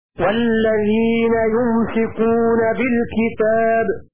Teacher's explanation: سكون الميم وتخفيف السين من أمسك إمساكا كأفهم إفهاما.